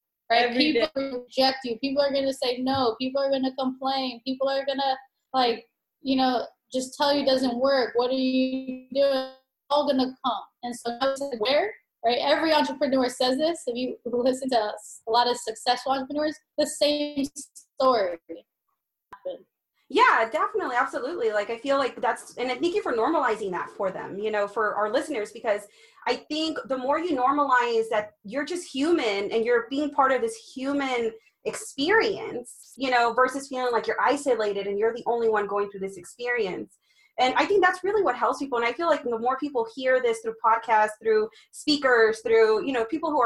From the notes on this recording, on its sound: Be patient with the sound quality in this episode, given the circumstances with the internet connection, it did affect the sound.